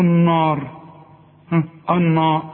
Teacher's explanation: الراء هي المفخمة، لكن النون والالف بتاعتها المجاورة ليها مرققة